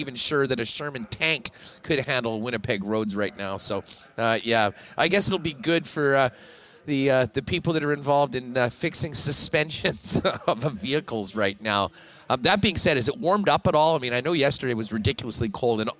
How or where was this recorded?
busy venue